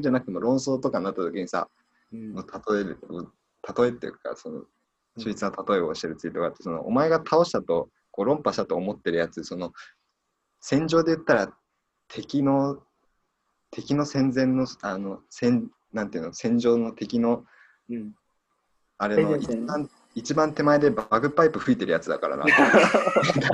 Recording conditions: video call